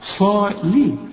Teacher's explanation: اللام مكسورة وتكون أكثر رقة إذا كانت مكسورة زي اللي معانا، صالي.